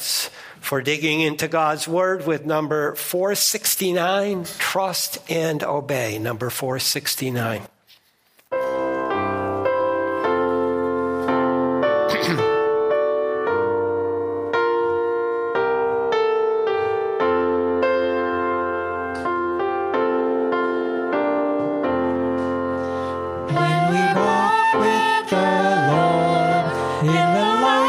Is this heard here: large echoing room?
yes